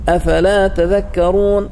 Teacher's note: بإدغام التاء في الأصل في الذال